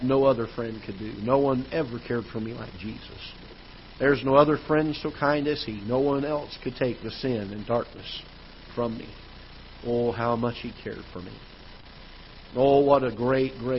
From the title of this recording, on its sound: Ketha Heights Baptist Church ~ Live Broadcast